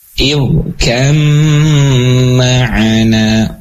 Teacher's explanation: ditahan idgham dengan gunnah memanjang itu dua harokat